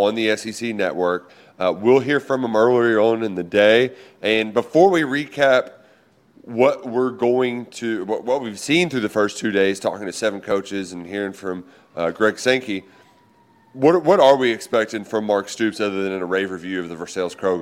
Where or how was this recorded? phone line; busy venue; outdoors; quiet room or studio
busy venue